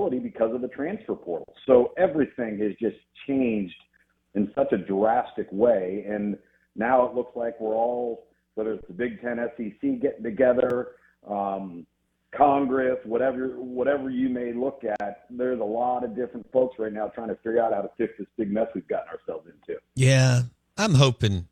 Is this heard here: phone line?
yes